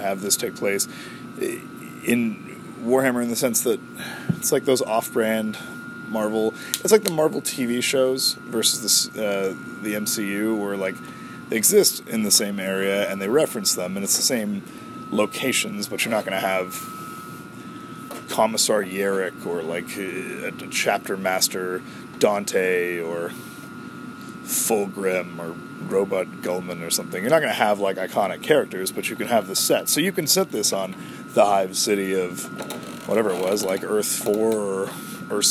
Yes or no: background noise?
yes